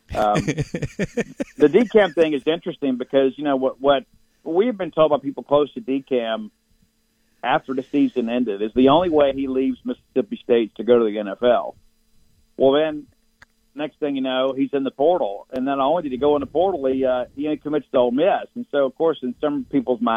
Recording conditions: phone line